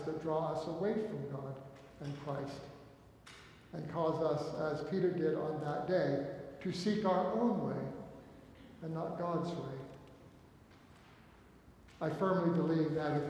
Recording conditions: live audience